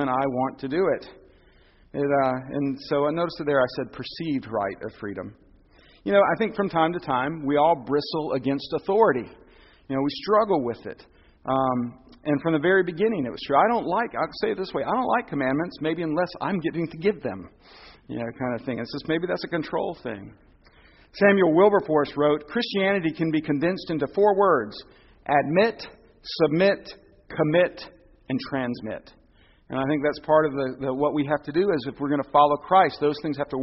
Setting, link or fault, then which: setting, large echoing room